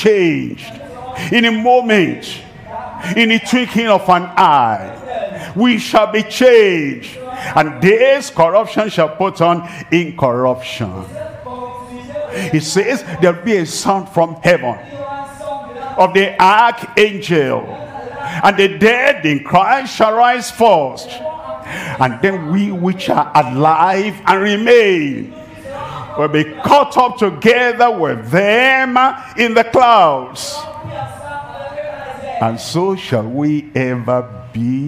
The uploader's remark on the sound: live from Douala, Cameroon.